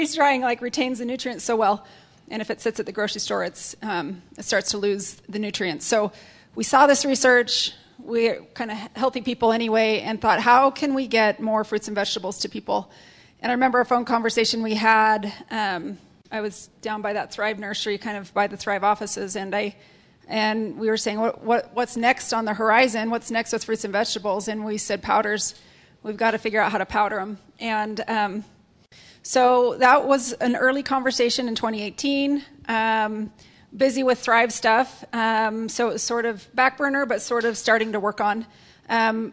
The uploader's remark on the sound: Audience Q&A.